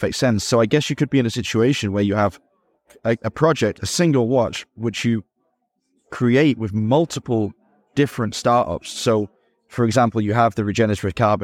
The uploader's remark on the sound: Live At Geneva Watch Days